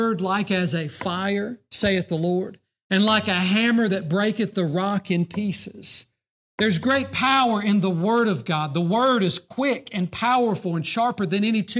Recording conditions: large echoing room